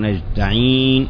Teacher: فإذا قال: وإياك نستعين، خلط التاء بالدال بيقول نستعين، فصارت التاء تشبه الدال